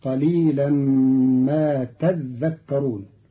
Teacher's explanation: قرأ قالون كلمة تذكرون بتشديد الذال فتصير قليلا ما تذكرون، فأصلها تتذكرون فأدغم التاء الثانية في الذال.